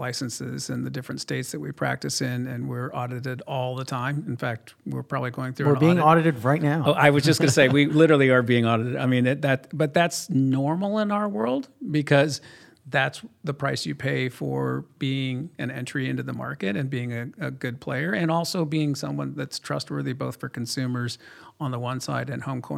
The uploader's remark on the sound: recorded at SALT NY 2022